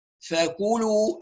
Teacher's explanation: ونخلي بالنا من الخيشوم لا يشتغل مع الحروف المضمومة، لأنه يعني كثيرا ما نسمع نطق الحروف المضمومة من الخيشوم، فاكلوا، خاصة أن في لام موجودة وبعدها واو، فلازم نتم الضمات كويس ونضم الشفتين عند الواو جيدا حتى نصفي الصوت من الخيشمة